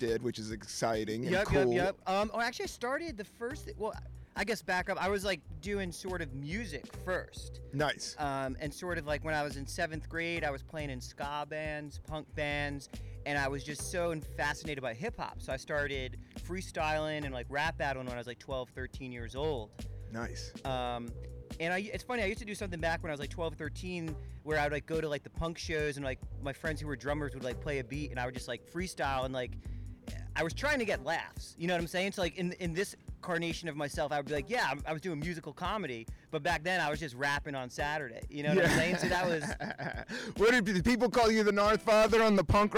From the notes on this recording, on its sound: Recorded on a rooftop in Brooklyn.